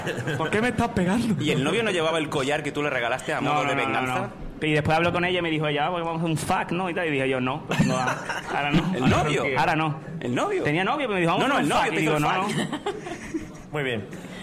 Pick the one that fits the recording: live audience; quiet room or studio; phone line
live audience